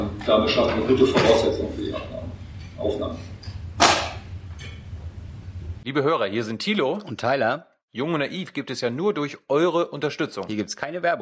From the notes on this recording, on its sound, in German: Leider gab es heute Probleme mit der Signalübertragung des Saal-Tons, daher beginnt die RegPK heute mit Mikrofon-Ton und erst ab Minute 7 kommt guter Ton, nur die Fragen sind leider sehr leise und mussten verstärkt werden.